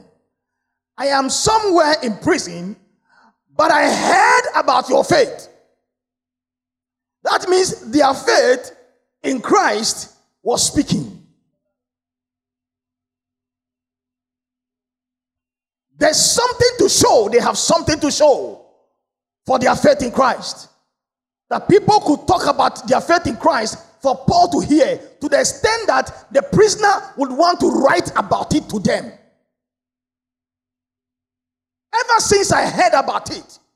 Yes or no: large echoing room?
yes